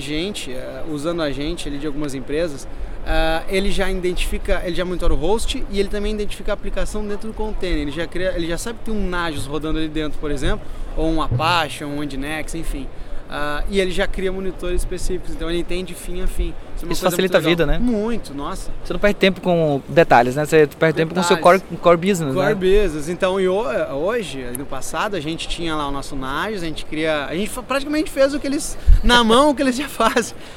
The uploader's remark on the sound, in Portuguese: Saõ Francisco – USA, para participar da maior conferência sobre Docker do mundo! Gravado no meio da efervescência do evento.